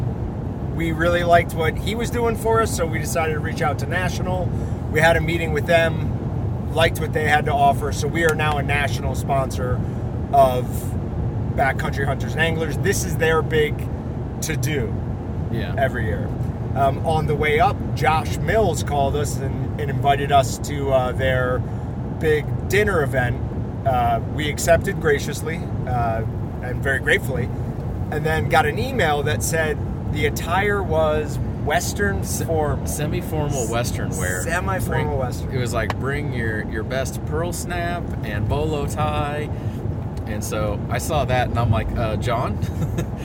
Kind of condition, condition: setting, inside a vehicle